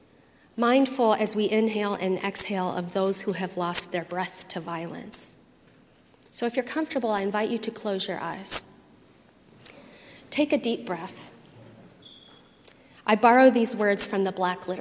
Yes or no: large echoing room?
yes